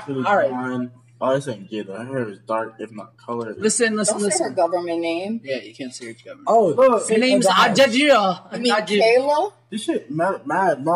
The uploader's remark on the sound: Sorry for not having crisp audio quality for our first official episode. Make sure you catch when we get a noise complaint and are threatened with police.